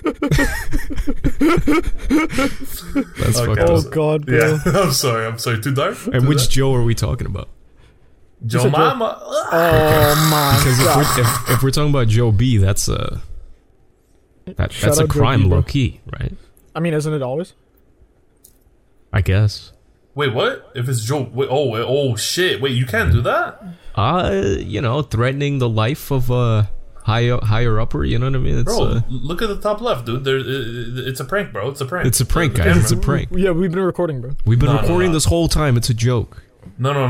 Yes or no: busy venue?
no